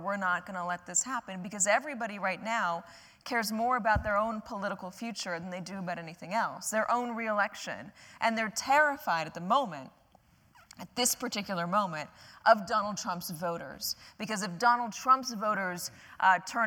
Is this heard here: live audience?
yes